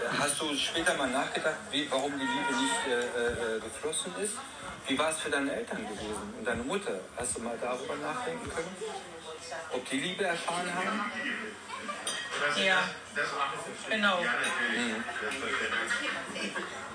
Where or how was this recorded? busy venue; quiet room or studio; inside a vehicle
busy venue